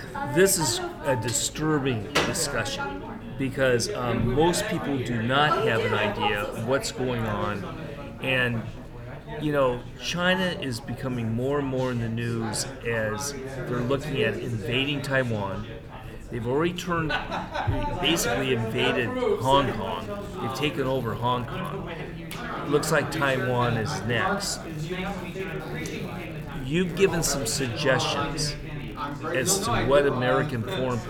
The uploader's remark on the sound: at the International Religious Freedom Conference in the nation’s capital